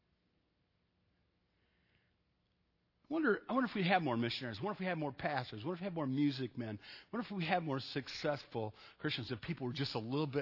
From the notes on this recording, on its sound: Sunday night at Evangel I preached a message